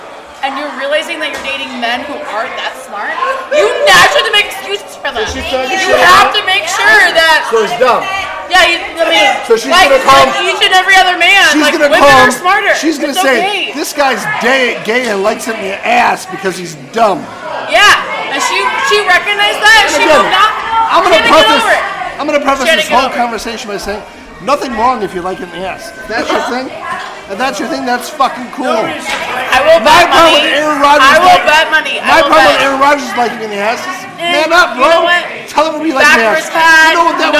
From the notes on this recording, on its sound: We recorded postgame at a bar with a few hooligans